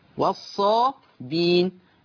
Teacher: أما لورش فيقرأ والصابين، والصابين أي حذف الهمز